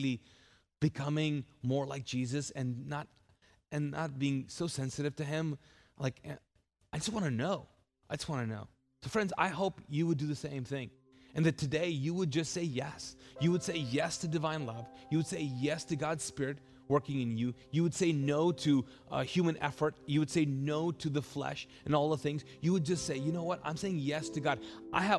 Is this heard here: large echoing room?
yes